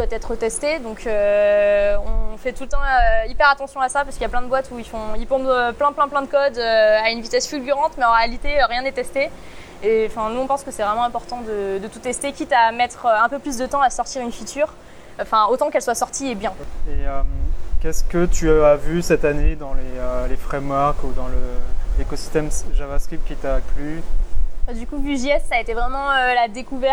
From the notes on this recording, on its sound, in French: Désolé d'avance pour la qualité son, capté en extérieur lors de la conférence BestOfWeb Paris.